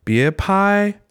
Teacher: See how my pitch was really high in that pai? That's still a first tone.